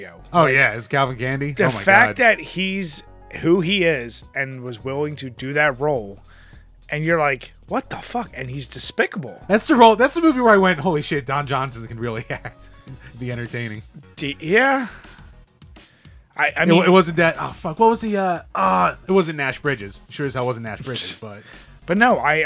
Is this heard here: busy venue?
no